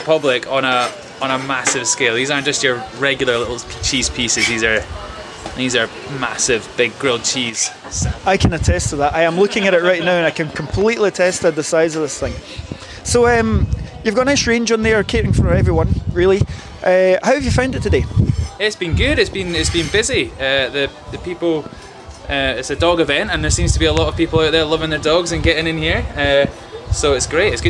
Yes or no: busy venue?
yes